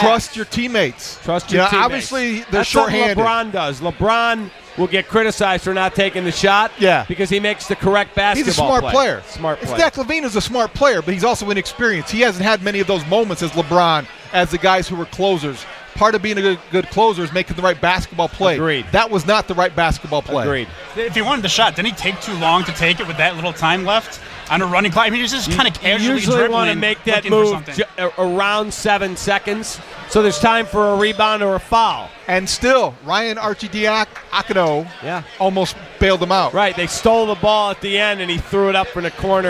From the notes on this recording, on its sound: SportsTalk Live is on location at the United Center for Blackhawks Authentic Fan Night.